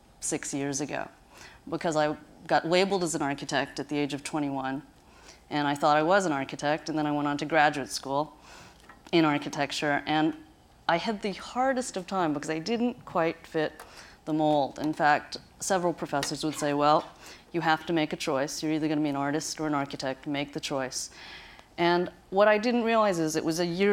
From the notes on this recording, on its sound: recorded at the Academy of Achievement's 2000 gathering in Scottsdale, Arizona